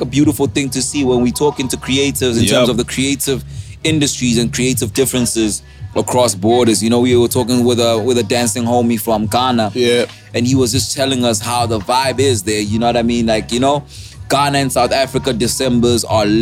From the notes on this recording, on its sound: Live from the beach, coming to you live with some sand between our toes. Recorded at Sun Wild Coast.